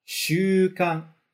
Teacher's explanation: o hábito vai começar mais baixo e terminar mais alto